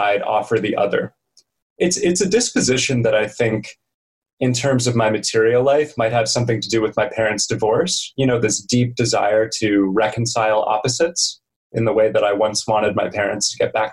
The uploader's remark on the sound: This is because the conversation was conducted on Zoom.